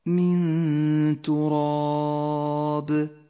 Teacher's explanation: قوله تعالى أن خلقكم من تراب النون الساكنة وبعدها حرف التاء تخفى النون بالتاء مع بقاء غنة للنون بمقدار 2 حركات من غير تشديد · وغنة الإخفاء في هذا الموضع غنة مرققة لأن حرف التاء حرف مرقق